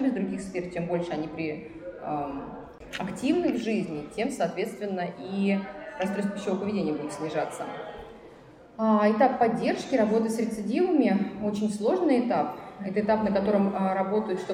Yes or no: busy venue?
yes